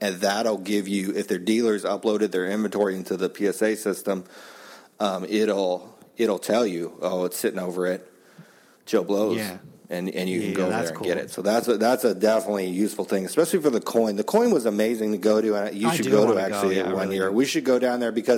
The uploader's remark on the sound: From The 2017 NSCC